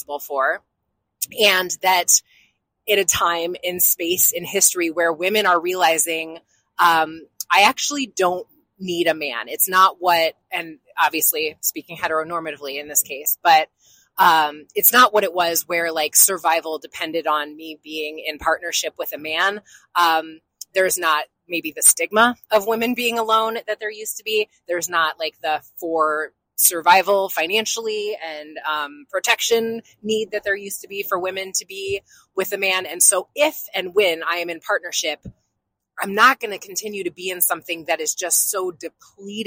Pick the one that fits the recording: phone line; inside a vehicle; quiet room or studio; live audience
inside a vehicle